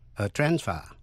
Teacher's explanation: Còn danh từ thì phải nhấn mạnh phần đầu a transfer.